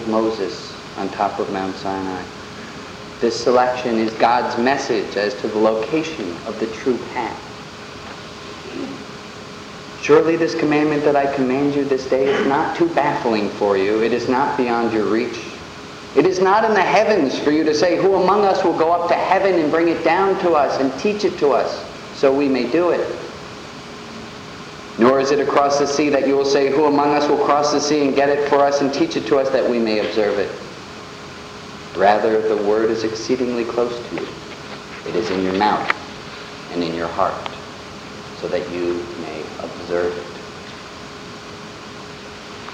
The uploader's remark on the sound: The audio quality isn't the best.